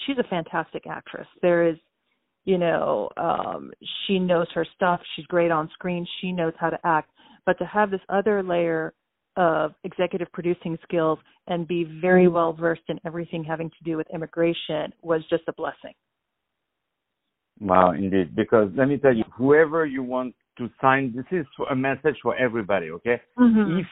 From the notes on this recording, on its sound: On the phone